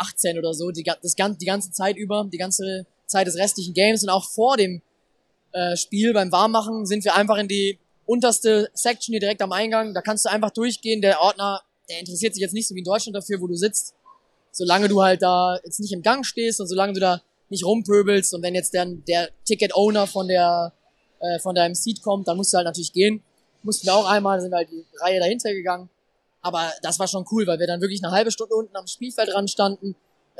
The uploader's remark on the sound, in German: Review live aus Charlotte. Wir haben unmittelbar nach dem Spiel eine kurze Analyse des ersten Saisonsiegs aufgenommen und die Stimmung vor Ort für euch eingefangen.